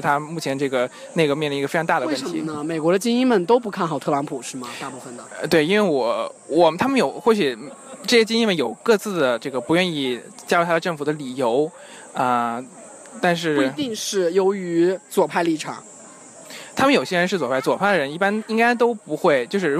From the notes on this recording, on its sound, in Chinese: 希望在景山公园录制一期节目，于是我们就录制了，于是你会听到很多奇怪的声音，夹杂着大爷大妈的遛弯儿、我们的喘息，以及来自故宫的风声。